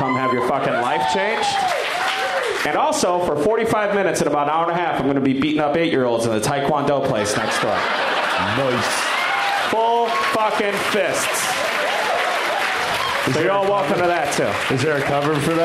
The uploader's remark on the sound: Live from Cap City Comedy Club in Austin